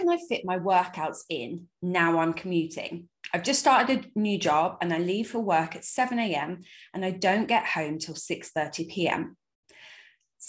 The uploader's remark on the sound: This is the final Live Q&A from the 8 Week online coaching group Project Me!!